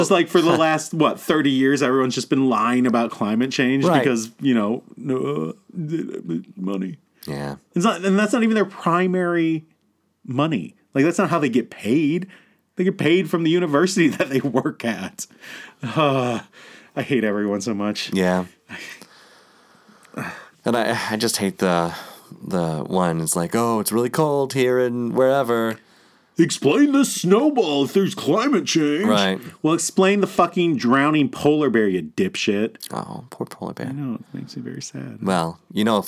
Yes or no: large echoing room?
no